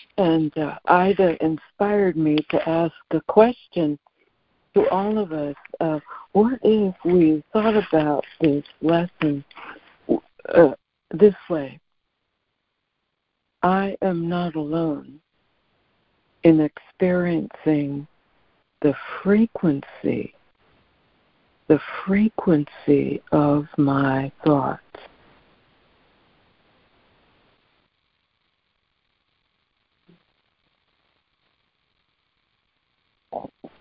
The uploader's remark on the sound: ACIM Daily Conference Call.